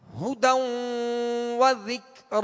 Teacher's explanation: ہونٹوں کو گول کر کے معروف طریقے سے پڑھیں گے مگر پیش کو دراز نہیں کریں گے، کھینچیں گے نہیں. ہدوں و ذکر، لال کو نرمی کے ساتھ پڑھیں گے، ذکر، را پر کھڑا زبر ہے، را کو پورا پڑھیں گے، ذکر.